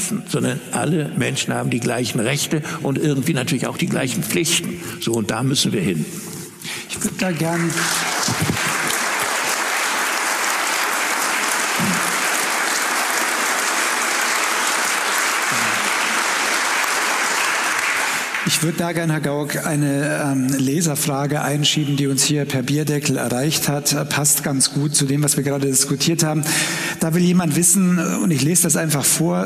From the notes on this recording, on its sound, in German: Das haben wir in einer Ausgabe unserer Gesprächsreihe „Augsburger Allgemeine Live“ getan.